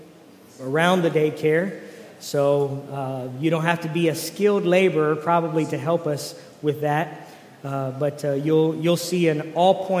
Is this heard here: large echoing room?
yes